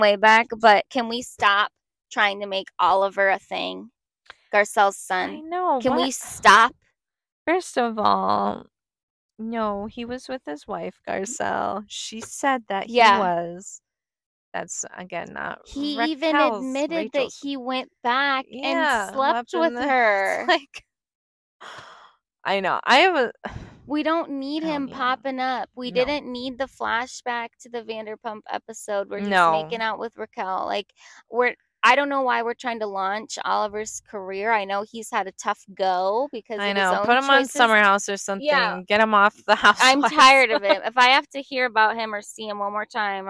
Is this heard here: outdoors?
yes